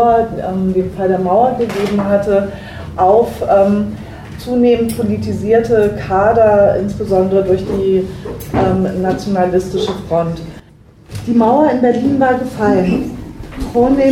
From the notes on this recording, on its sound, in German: Aufnahme von einer Berliner Veranstaltung im Baiz